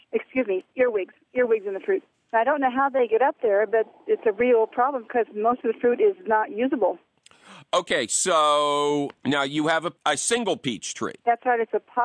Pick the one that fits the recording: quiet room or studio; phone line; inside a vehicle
phone line